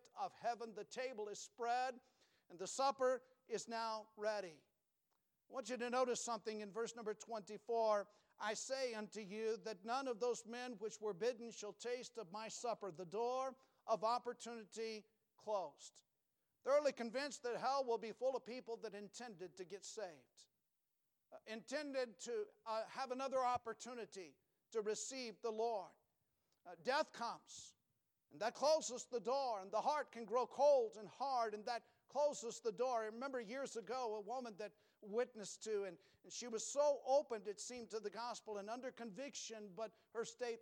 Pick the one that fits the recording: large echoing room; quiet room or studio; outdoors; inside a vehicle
large echoing room